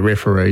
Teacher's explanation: You'd have that stress on the last syllable.